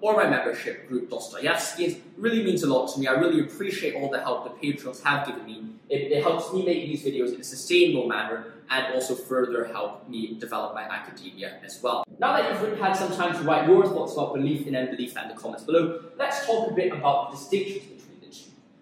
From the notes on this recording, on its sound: Apologies for the poor audio, I was recording this in another room to use the whiteboard!